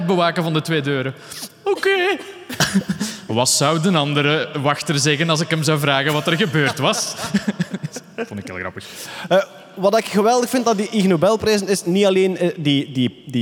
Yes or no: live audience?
yes